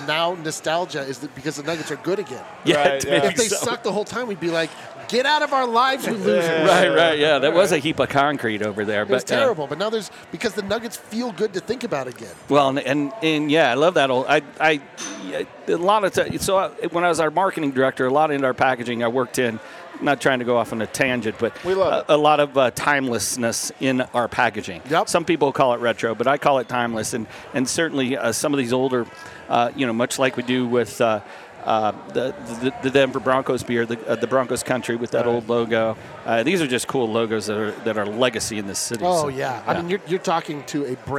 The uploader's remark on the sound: Live from Breckenridge Brewery.